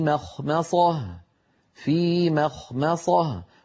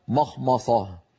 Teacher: القارئ ينطق ميم مرققة خاء مفخمة ميم مرققة صاد مفخمة · Shown in: first take · الأمر فيه تناوب وبحاجة إلى يعني تمرين وتدريب، لكنه بعد التدريب يأتي صحيحا.